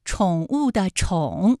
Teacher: 宠物乐园这几个字哪个字是翘舌音呢？答案是宠物的宠，它的声母是吃